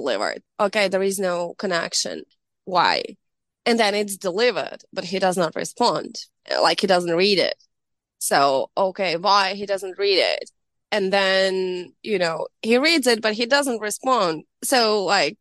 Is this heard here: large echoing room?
no